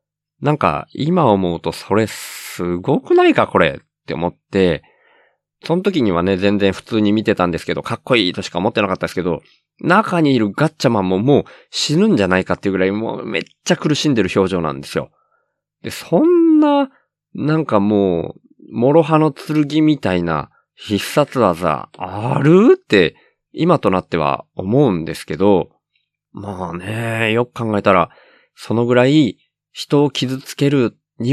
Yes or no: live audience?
no